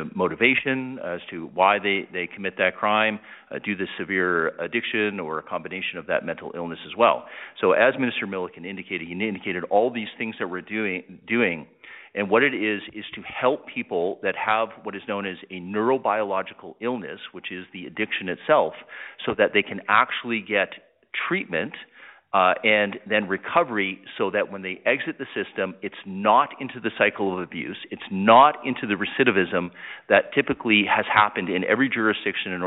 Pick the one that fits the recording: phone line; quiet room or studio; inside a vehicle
phone line